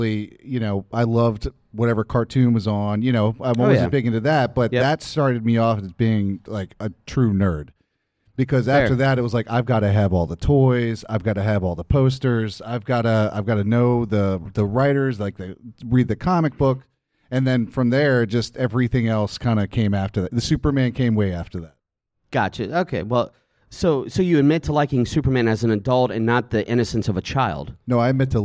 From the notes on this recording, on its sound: LIVE! at Galaxycon 2020.